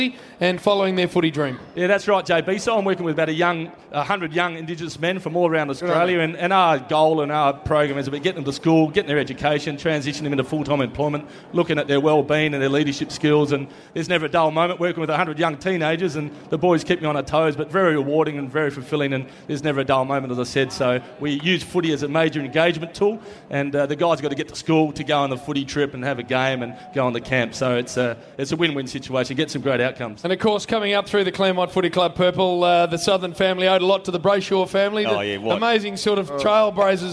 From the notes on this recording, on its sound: The grand final edition of the Saturday Rub live on site at the MCG.